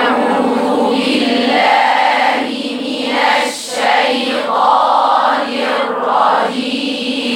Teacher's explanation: لازم صوت العين يبان، ده العين في الحلق